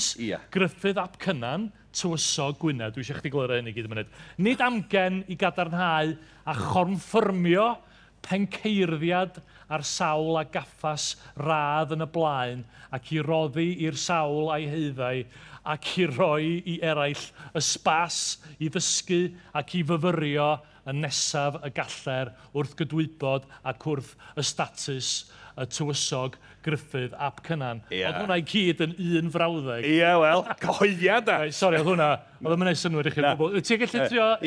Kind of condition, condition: setting, busy venue